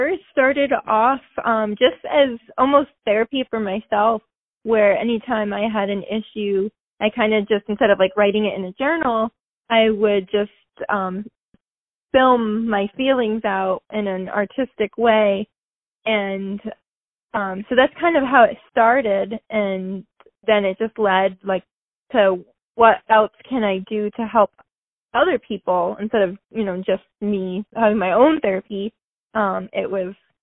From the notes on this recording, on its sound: On the phone